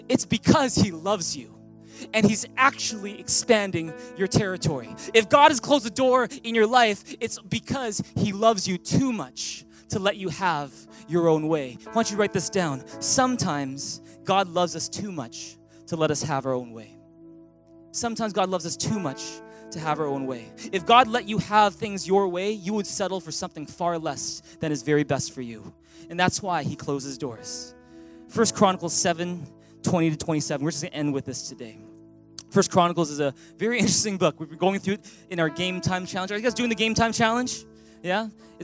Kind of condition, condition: setting, large echoing room